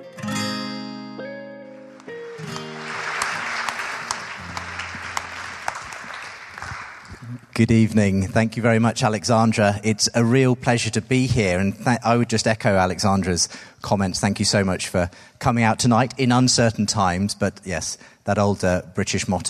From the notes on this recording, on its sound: Live in London. Hosted by SPCK and recorded live at Westminster Chapel London with an audience Q&A.